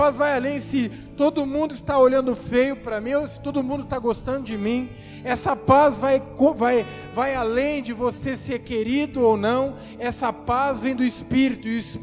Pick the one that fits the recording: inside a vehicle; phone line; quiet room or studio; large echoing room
large echoing room